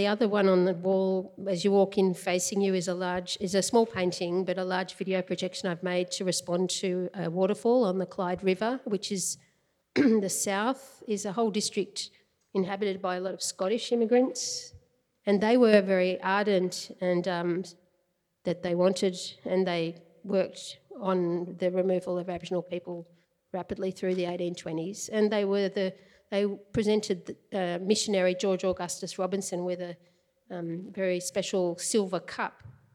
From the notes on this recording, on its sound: Recorded before a live audience at the Art Gallery of South Australia. During the opening weekend of Tarnanthi 2021.